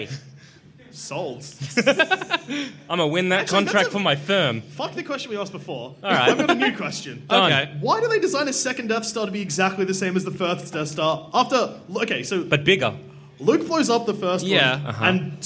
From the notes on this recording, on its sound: Our second ever live show! Recorded at the Eureka Hotel in Melbourne in 2015.